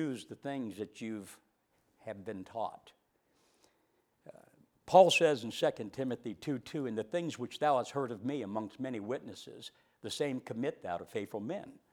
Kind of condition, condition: setting, large echoing room